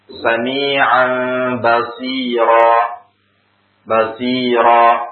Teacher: Ketika kita wakaf di atas huruf basiran, maka kita membacanya basira. Dua harokat. · Term: mad iwad